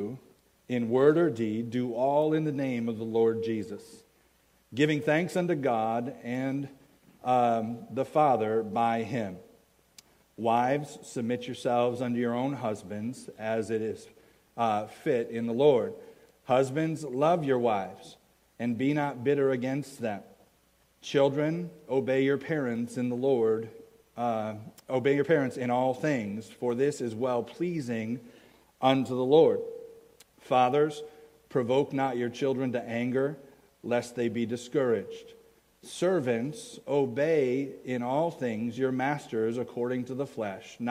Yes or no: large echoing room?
yes